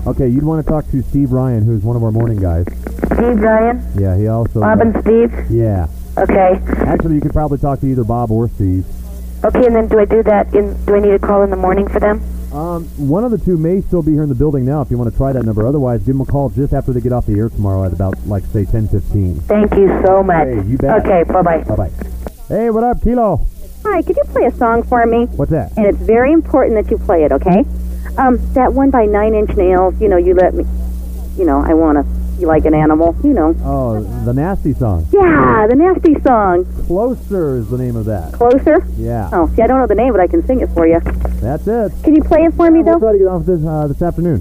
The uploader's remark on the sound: A Day's Worth Of Raw Phone Calls From The Mid 1990's. When Rockers Would Call KILO They Would Be Recorded On A Big Ass Reel To Reel Tape. While Digging Though The Piles Of Tapes We Came Across An Unmarked Box That Contained A Full Day Of Phone Calls, Some That Would Be On The Air And Some That Didn't.